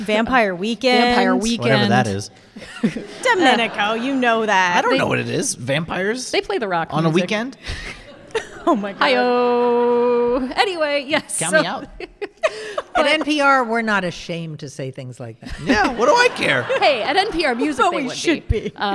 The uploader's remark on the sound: Recorded in front of a live audience at Drew University in Madison, New Jersey. As part of Drew Forum's Speakers Series.